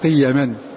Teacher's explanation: أي بحذف حرف المد بعد الياء، التي جعل الله لكم قيما، قيما فلا وجود لحرف المد بعد الياء · Term: القصر